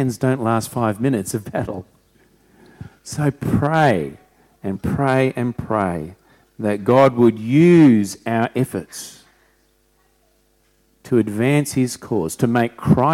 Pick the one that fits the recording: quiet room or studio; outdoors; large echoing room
large echoing room